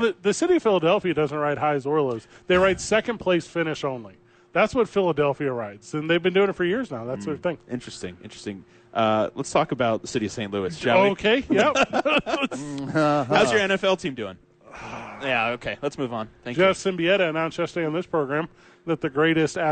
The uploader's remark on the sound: live from the ABQ DUKES Store!